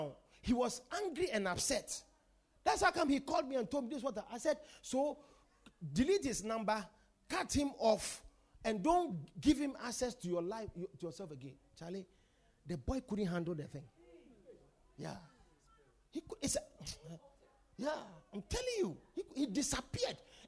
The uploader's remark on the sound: Preached at The Supernatural Encounter Service.